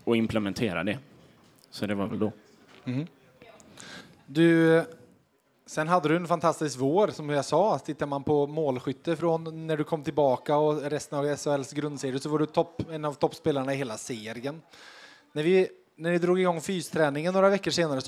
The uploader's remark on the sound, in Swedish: VF Hockey Live 2.0. För andra året i rad spelades VF Hockey Live in inför publik på Pitchers i Karlstad.